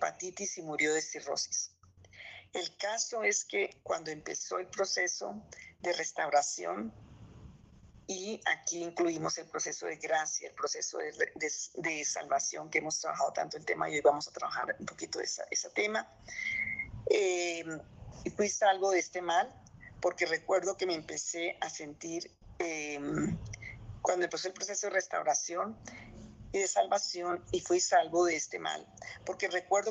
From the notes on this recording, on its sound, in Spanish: Zoom miércoles.